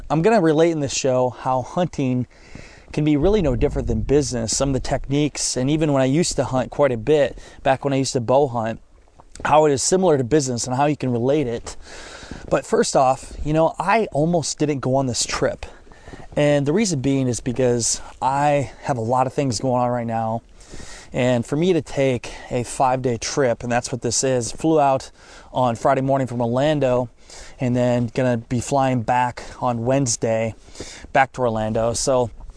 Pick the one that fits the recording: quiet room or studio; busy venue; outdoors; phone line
outdoors